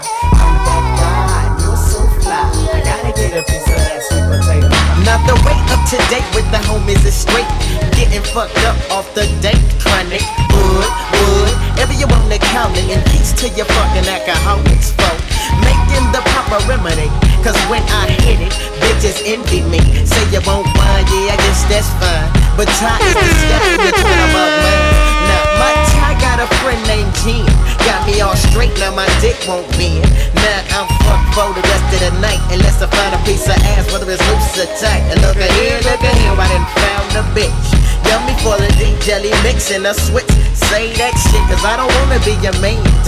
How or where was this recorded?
busy venue